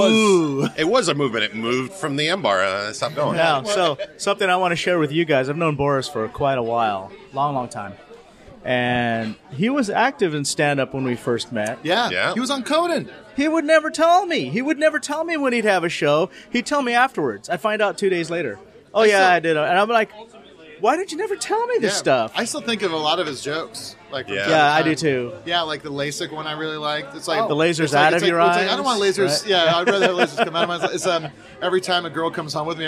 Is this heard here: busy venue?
yes